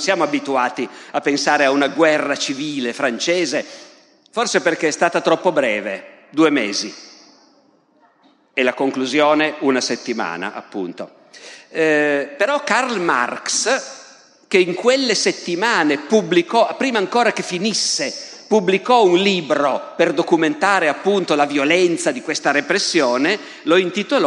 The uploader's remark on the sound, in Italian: Dal Festival della Mente 2021.